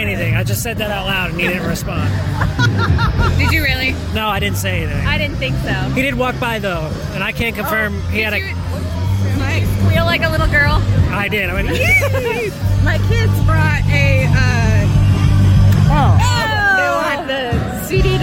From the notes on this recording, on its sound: Live from Sabroso Festival at Papa Murphy's Park in Sacramento. In the VIP section between bands. Closing out this episode is a real life encounter with a fan of the show who is nice enough to interrupt the recording to take a picture with the producers.